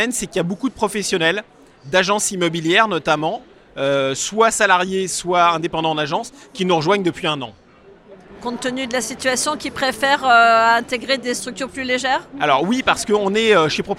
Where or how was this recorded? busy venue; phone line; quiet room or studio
busy venue